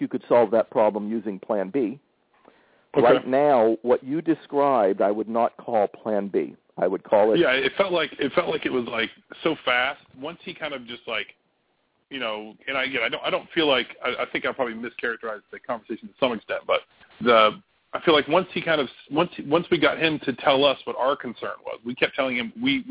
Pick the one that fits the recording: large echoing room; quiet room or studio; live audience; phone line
phone line